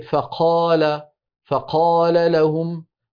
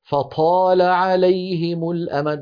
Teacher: في بعض الشعوب العربية وخاصة في مصر الناس معتادون على همس القاف وعلى همس الطاء، يقول الواحد فقال فقال لهم، وإذا قيل لهم قي، فيأتي بشيء من الهواء، فطال عليهم الأمد، فيأتي بالطاء مهموسة.